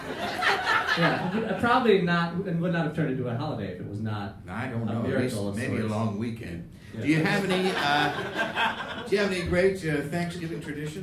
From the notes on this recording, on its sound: in this live episode